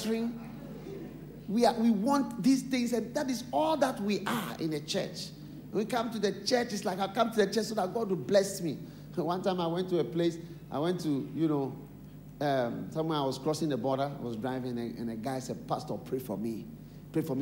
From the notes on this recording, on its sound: Preached at the Qodesh